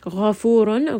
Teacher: Ghafurun, ghayn is going to be heavy. Ra in this case is heavy because it has a dhamma. It has two dhammas, but this is a dhamma here, so it will be heavy.